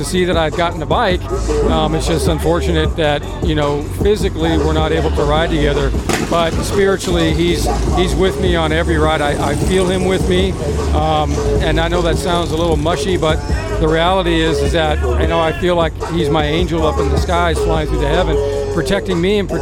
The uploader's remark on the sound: Live from SoCal Bike Drags